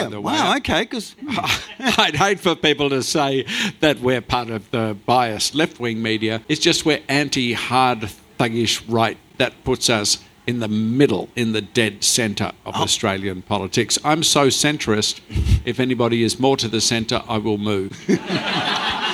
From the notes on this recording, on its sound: Act 2 of The Festival of Dumb Ideas. On stage at The Harold Park Hotel, on 14th November.